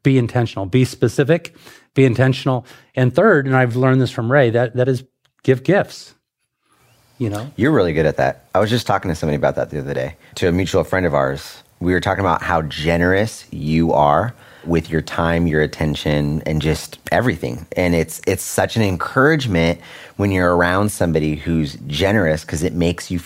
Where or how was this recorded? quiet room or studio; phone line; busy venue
quiet room or studio